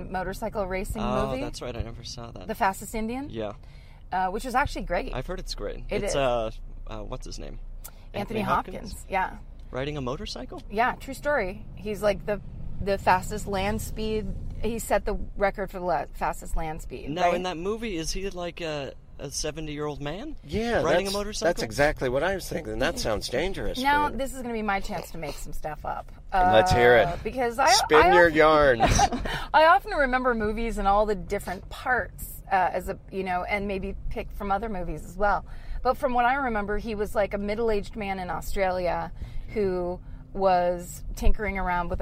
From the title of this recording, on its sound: In the Car